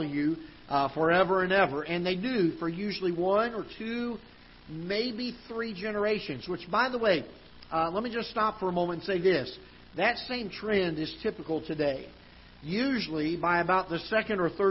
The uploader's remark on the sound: Ketha Heights Baptist Church ~ Live Broadcast